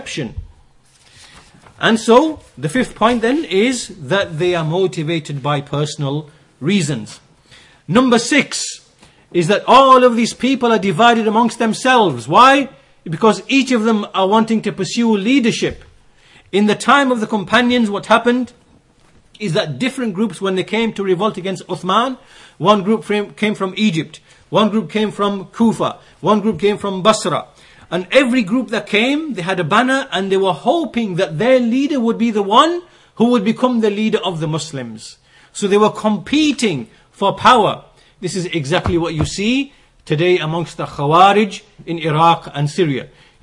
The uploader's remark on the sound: Lectures delivered in Masjid as Sunnah, Bradford.